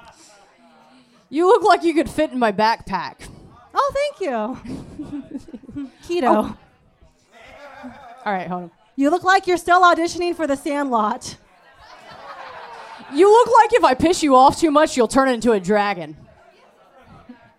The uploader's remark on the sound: Recorded LIVE at the P&H Cafe in Memphis, TN!